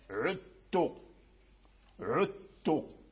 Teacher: فأدغم إسماعيل، أدغم الذال في التاء، عدت عدت يعني لم يظهر الذال، عدت عدت.